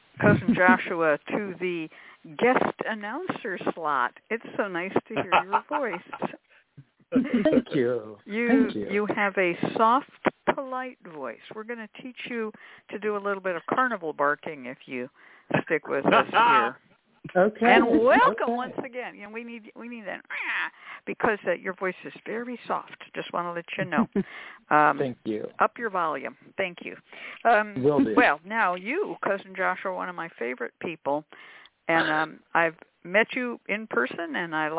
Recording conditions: phone line